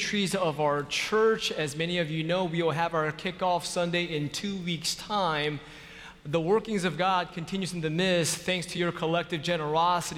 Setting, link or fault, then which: setting, large echoing room